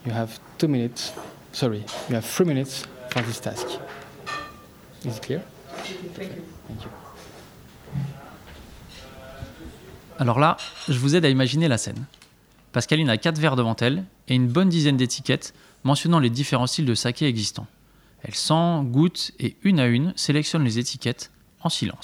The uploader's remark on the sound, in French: L’enregistrement se passe justement au restaurant du Crillon